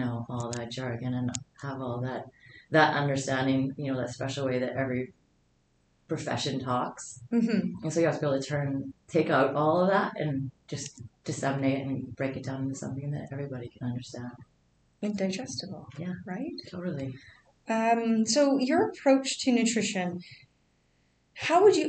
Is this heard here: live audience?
no